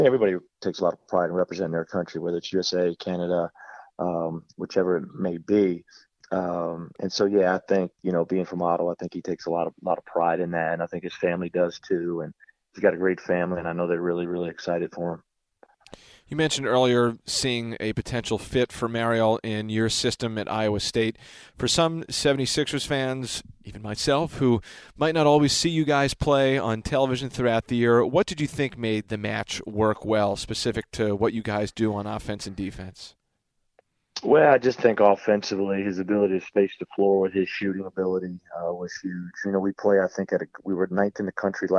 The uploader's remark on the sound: College Coaches Call